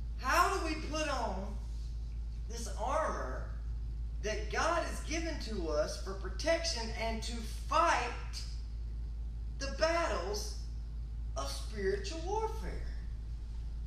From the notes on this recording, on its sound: This episode was recorded live from the pulpit of Berea Christian Church.